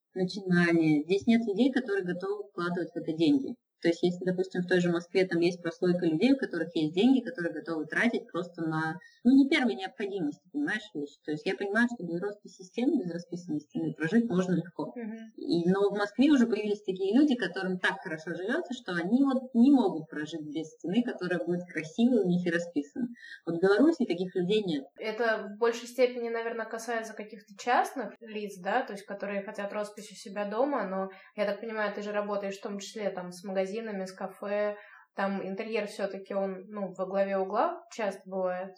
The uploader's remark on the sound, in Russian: качество записи немного отличается от обычного